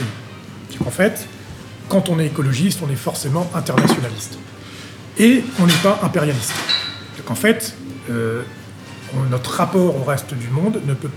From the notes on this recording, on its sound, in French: enregistré dans un café parisien